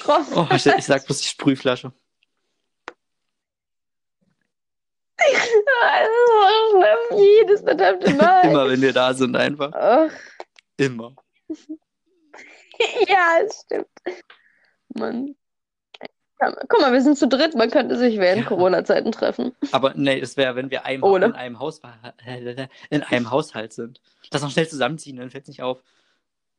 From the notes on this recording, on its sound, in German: Tatsächlich einmal ohne technische Schwierigkeiten aber wie immer mit rotziger Internetverbindung.